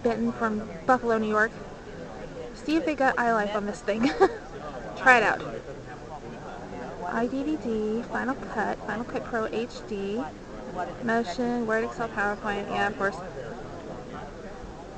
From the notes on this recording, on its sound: This was recorded on the DellPod at the 2005 Indiana Computer Educators conference in the Vendor Booth area.